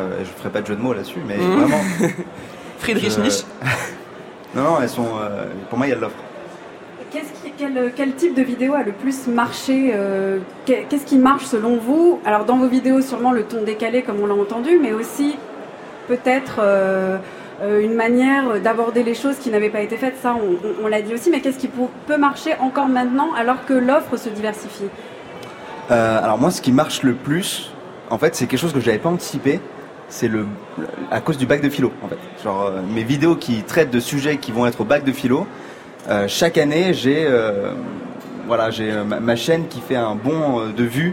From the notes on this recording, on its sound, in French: émission spéciale en direct du Salon Livre Paris